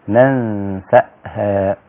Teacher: قرأ ابن كثير وأبو عمرو بفتح النون الأولى تمام ننسأها هكذا وفتح السين وبعد السين همزة ساكنة